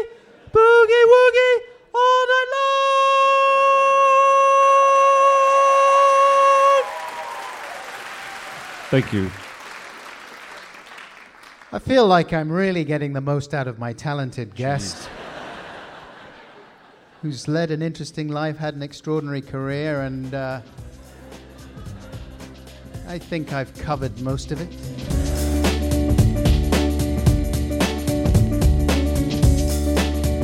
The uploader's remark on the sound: In front of a live audience at the London Podcast Festival, King's Place.